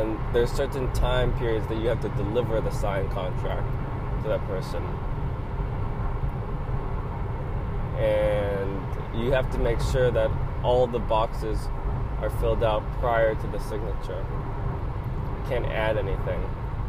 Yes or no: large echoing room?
no